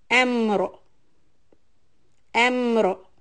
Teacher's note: So M is alif soft, meme soft, so the lips are straight. But for the ra, again the sukun and pull up the tongue.